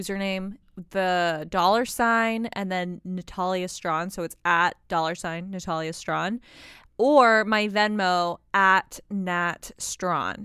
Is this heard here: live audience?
no